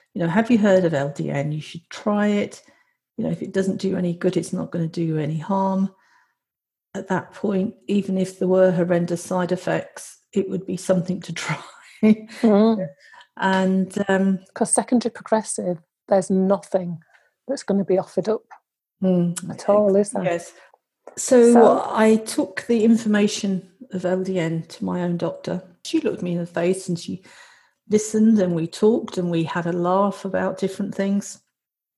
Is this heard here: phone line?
no